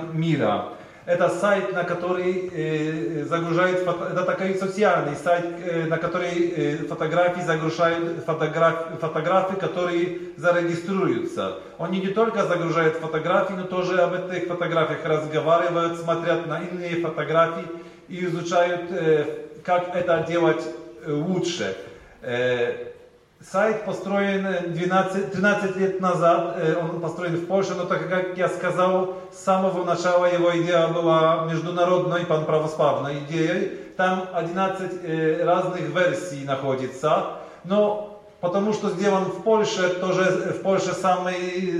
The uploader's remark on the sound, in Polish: Nagrania z kolejnego wernisażu w Rosji, który odbył się w Muzeum Historii Religii w Sankt-Petersburgu.